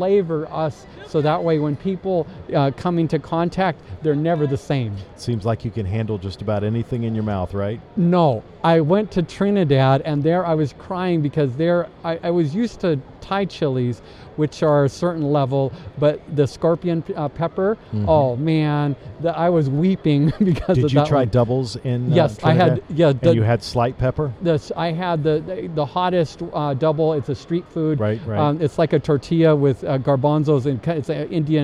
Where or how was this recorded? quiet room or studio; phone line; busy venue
busy venue